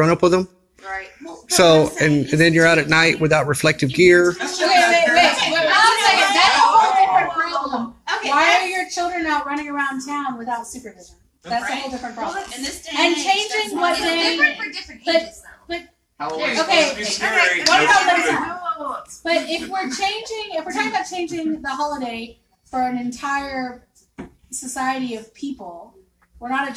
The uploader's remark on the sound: Live from our Halloween Party